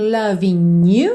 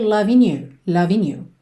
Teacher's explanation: Tanto pode ser loving you, como se fosse um NH. Loving you. Ou então, pode juntar direto no N.